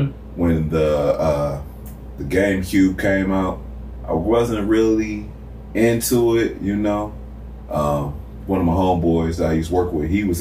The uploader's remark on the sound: terrible sounding mics